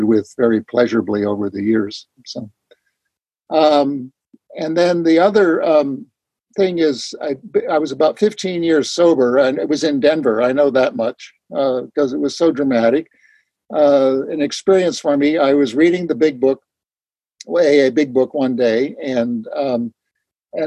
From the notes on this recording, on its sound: The weekly zoom speaker meeting hosted by the Barcelona fellowship